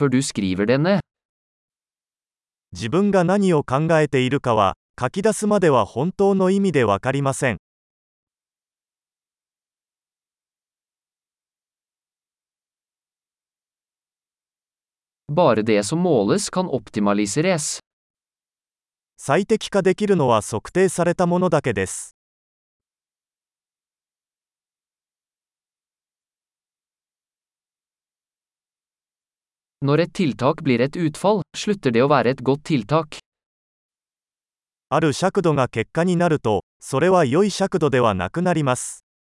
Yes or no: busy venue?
no